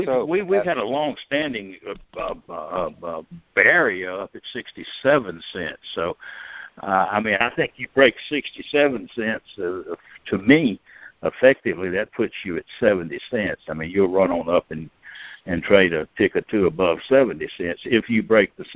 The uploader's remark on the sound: Monthly Conference Call